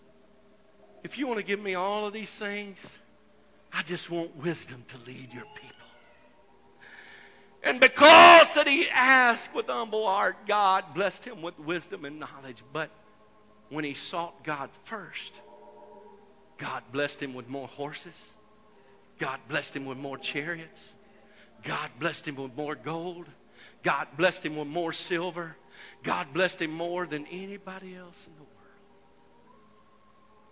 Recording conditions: large echoing room